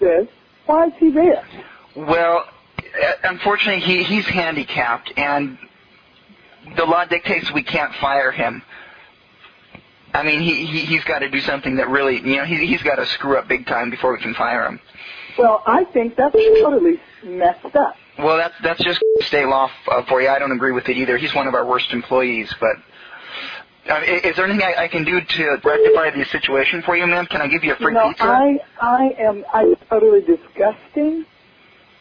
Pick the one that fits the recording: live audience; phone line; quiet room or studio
phone line